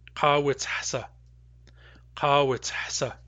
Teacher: The ending hasa also contains a weak long vowel.